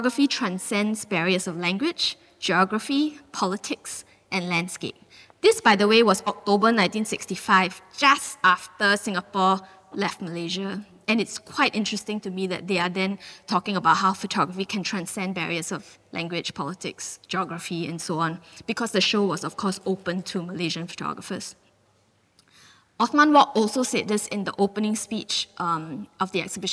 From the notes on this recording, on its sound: This talk was recorded live in August 2018 at National Gallery Singapore. At National Gallery Singapore , as part of the exhibition (Re)Collect: The Making of our Art Collection .